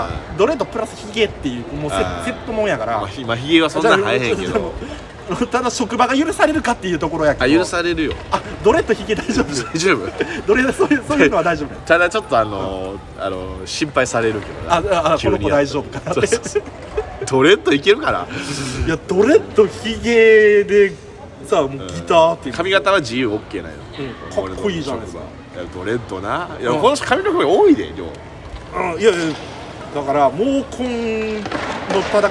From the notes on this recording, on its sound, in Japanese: 公園で収録してます